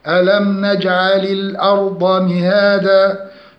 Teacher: ترقيق الهمزة مع تفخيم الراء لأن الراء ساكنة وما قبلها مفتوح